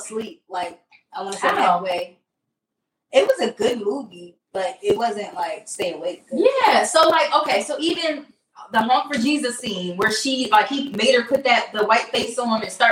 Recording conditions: poor sound quality